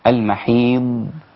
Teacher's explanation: الضاد ليست مقلقلة اذا وقفت عليها تقف بالاستطالة